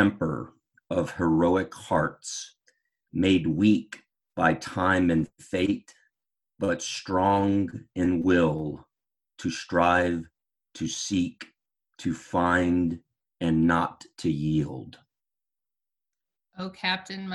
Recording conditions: video call